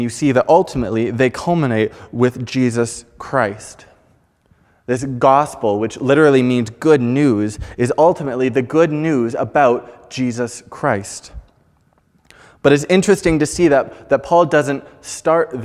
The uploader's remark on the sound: Preached on May 9, 2021 at Fellowship Bible Church